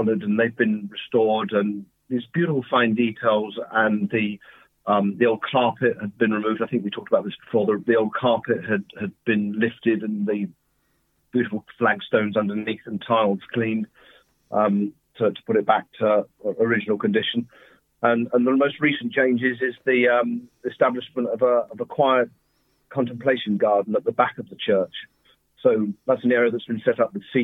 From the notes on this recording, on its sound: is joined on the phone by Broadford correspondent